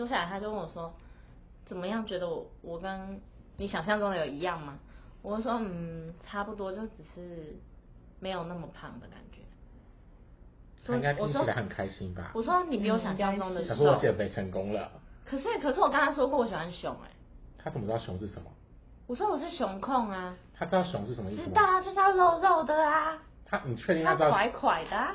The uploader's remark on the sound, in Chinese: 本集有些許收音技術問題。吵鬧注意。